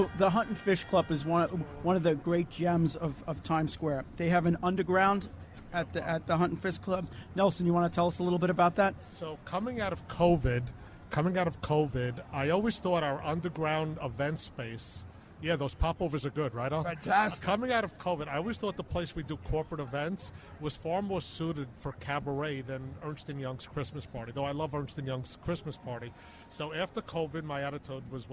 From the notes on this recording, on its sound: Live Broadcast from Father Duffy Square, in Times Square, NYC